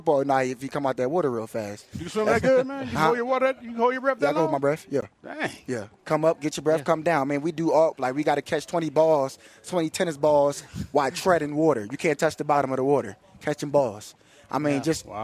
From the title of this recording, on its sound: live from Broncos Training Camp